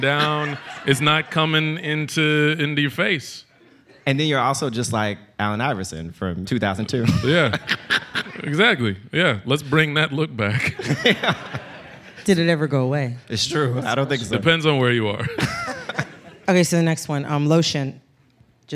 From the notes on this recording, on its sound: Onstage at their recent live show in Brooklyn.